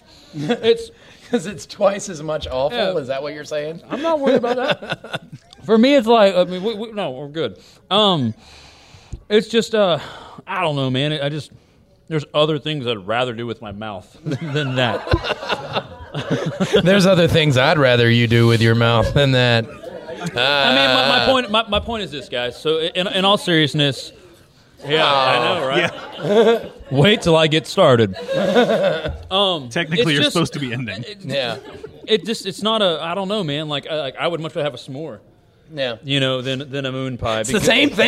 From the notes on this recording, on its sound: LIVE from Mobicon 2016. We had a blast at Mobicon over the weekend, during which we were able to perform live in front of a great crowd! We want to give a special thank you to Mobicon and The Mopcast Network for making this live episode possible!